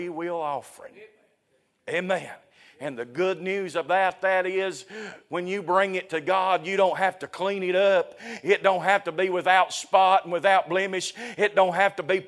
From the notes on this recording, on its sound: A sermon preached Sunday Evening, on August 6, 2023.